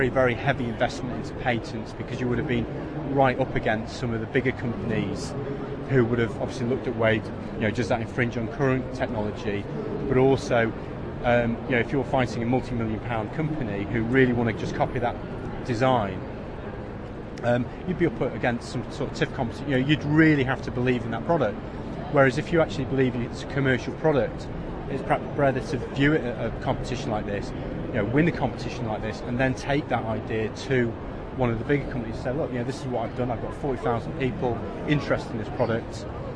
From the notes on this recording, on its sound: Back from 2008 OS Outdoors Show at the NEC we sample some of the atmosphere and bring you the finalists from the Alpkit Colab competition plus comments from several folks who visited the show. Give our round up thoughts at the conclusion of the event.